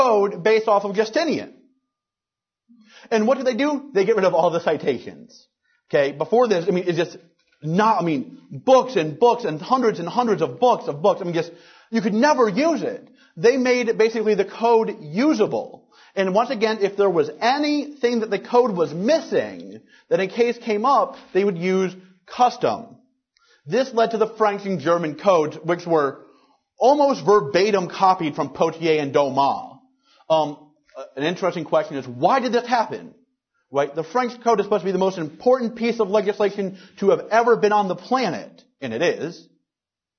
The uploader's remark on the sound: Recorded March 13th, 2010, at the Ludwig von Mises Institute in Auburn, Alabama.